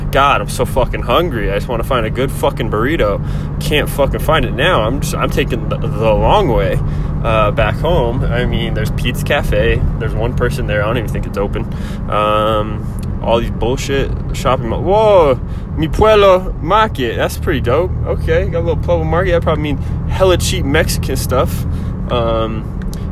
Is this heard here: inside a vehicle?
yes